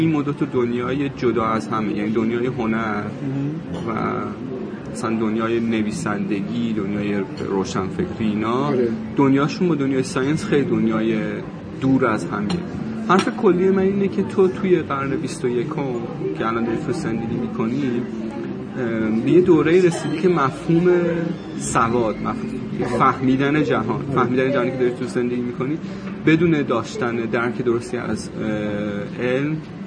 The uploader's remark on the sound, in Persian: غروبی زیبا در کافه ای نشسته بودم. با همیان وضع و سر و صدا و شلوغی کافه صدا را ضبط و کمی ویرایش کنم به عنوان اپیزود تازه منتشرش کنم...بنابراین کیفیت صدا شاید کمی بد و سختگوش باشد.